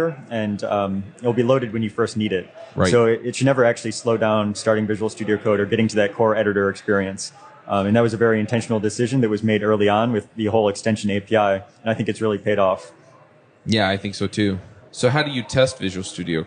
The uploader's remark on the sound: LIVE at Microsoft Build.